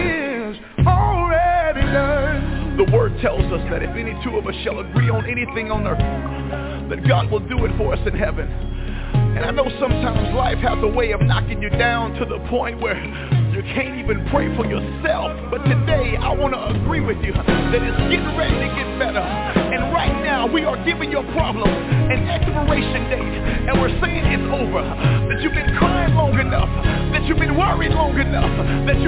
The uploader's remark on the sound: TNTSuperfantastic Conference Call